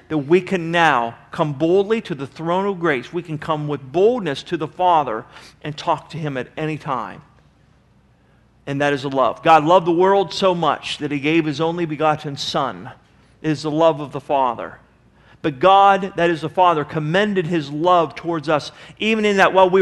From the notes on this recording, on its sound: Sermon was recorded July 05, 2009 at Northside Baptist Church of Elkhart, Indiana